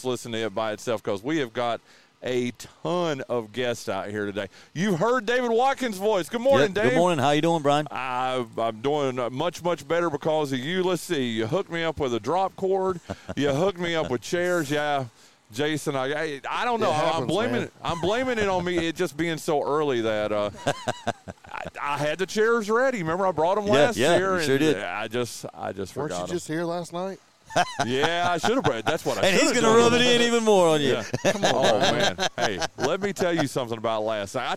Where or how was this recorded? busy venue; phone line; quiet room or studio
busy venue